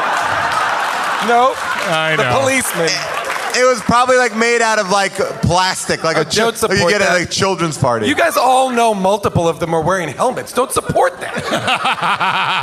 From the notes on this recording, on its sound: LIVE from the world famous Largo at the Coronet in Los Angeles